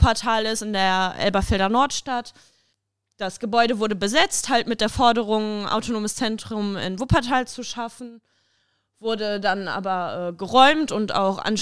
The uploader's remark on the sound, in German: Aufnahmen der Infoveranstaltung